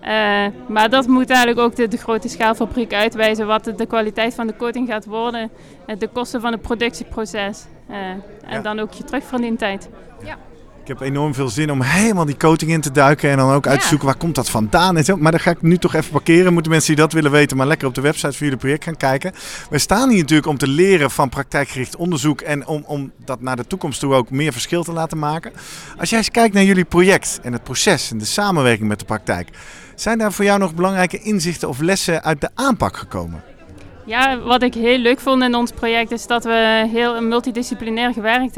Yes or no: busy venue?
yes